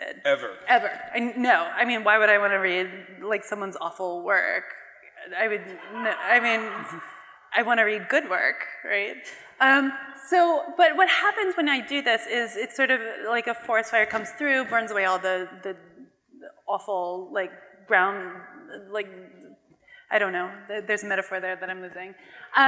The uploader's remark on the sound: From a Portland Arts & Lectures event in early 2023 at the Arlene Schnitzer Concert Hall.